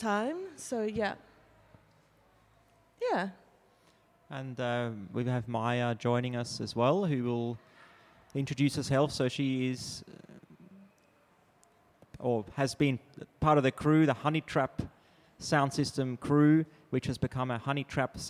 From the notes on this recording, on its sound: Live public conversations in the gallery focused on the renegade party and protest culture in Sydney.